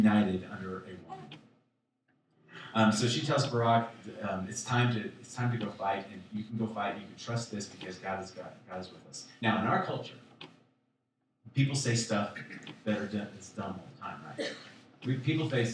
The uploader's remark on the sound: Sorry for the audio. We forgot to plug the mic into the mac...